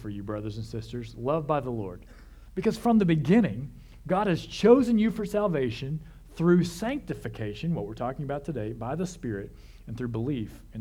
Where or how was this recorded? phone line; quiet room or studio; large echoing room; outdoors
large echoing room